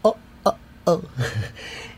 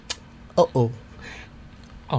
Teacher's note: we like this song because it involves the glottal stop